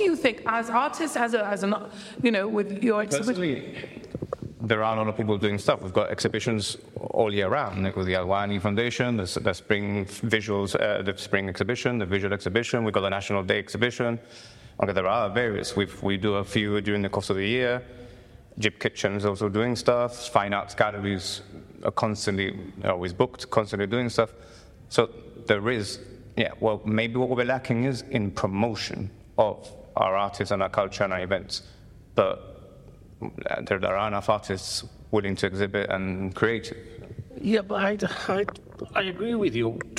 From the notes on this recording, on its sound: record at the Ace Art Revolution exhibition in the Gustavo Bacarisa’s Gallery in Casemates